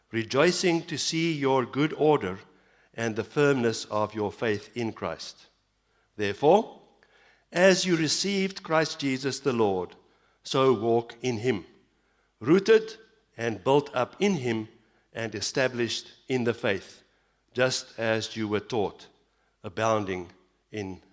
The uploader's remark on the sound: Evening Worship Service - 18 September 2022